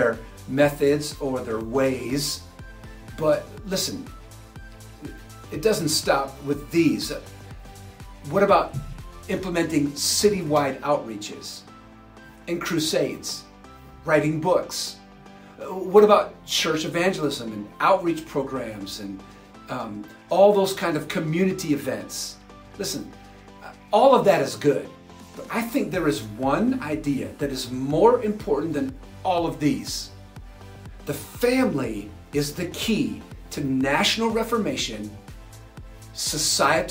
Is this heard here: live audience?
no